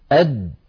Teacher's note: فالدال ينحبس عند النطق بها النفس فهي حرف مجهور، والصوت فهي حرف شديد. ينحبس النفس لأنها ليست من حروف خص ضغط قض، أو عفوا من حروف فحثه شخص سكت، وهي حرف شديد لأنها من حروف أجد قط بكت.